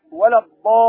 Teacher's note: طيب الصاخة، لابد أن تبين الحرف المشدد، بعضهم يقرأ ولا الضالين، أين الشدة؟ بين الشدة، ينبغي السامع يسمع كأنك تقف على حرف مضعف حرف مشدد بدون النبر